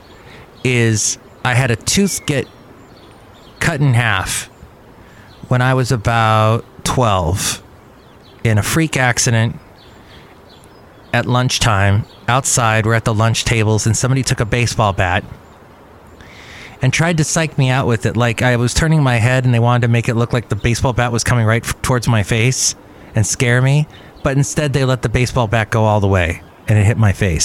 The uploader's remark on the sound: podcasts live from Cafe Anyway